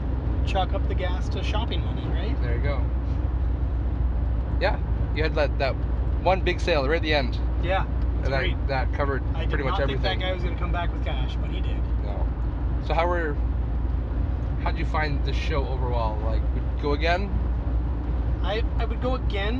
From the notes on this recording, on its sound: Record our conversation while driving back from the Niagara Video Game Swap.